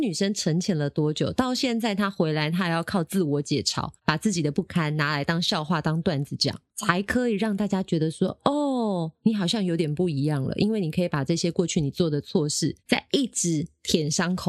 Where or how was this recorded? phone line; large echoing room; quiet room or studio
quiet room or studio